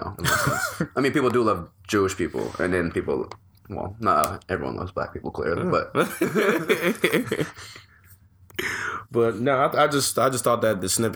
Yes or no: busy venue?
no